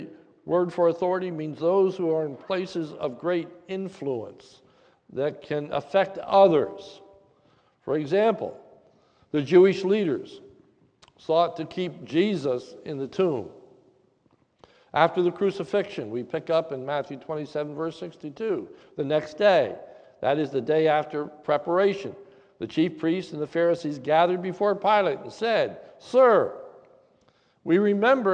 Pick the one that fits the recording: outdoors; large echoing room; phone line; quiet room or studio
large echoing room